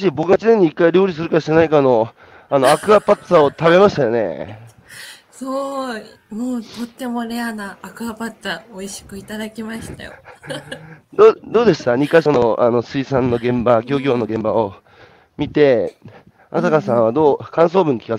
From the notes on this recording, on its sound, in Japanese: 歩きながら1時間、対談する